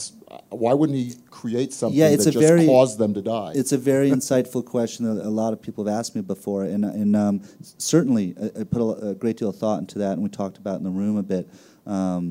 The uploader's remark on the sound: The interview, from the Aspen Ideas Festival, took place before the show’s third season in 2015.